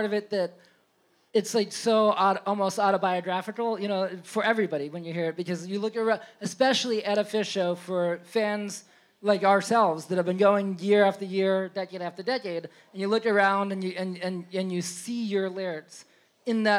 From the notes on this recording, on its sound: a special episode live from Hill Country in NYC